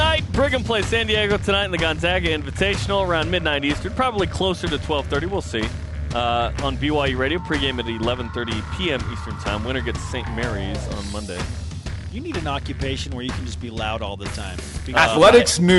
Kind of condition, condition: setting, busy venue